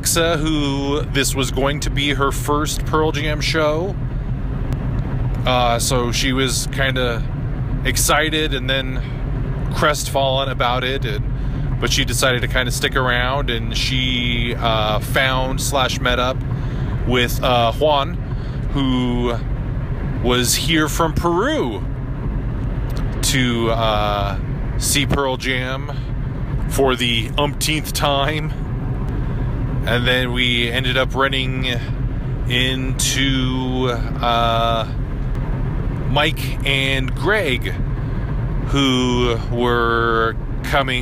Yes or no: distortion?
no